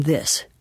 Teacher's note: that's a voiced sound. That's a voiced interdental